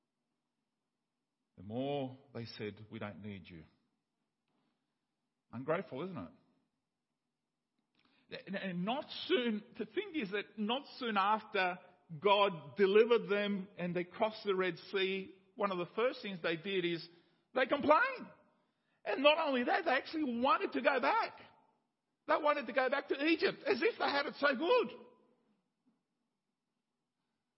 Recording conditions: large echoing room